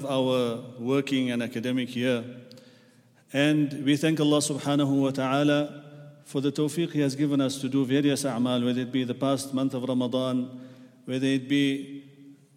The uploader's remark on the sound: at The Houghton Masjid (West Street)